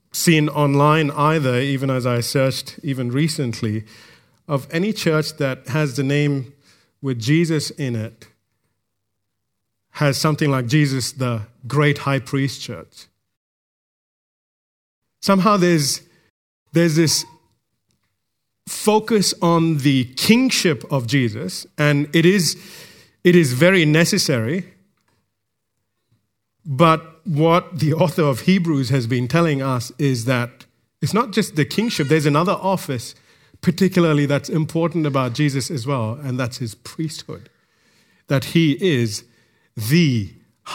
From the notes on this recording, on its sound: recorded live at Grace Community Bible Church